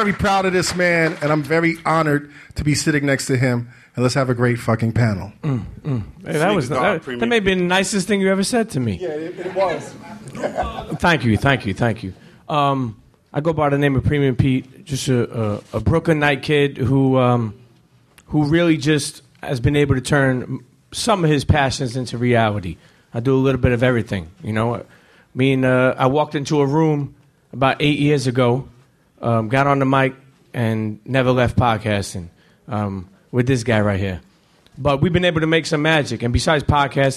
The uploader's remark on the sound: The LSN Podcast Panel Live From A3C. We present the Loud Speakers Network panel live from A3C.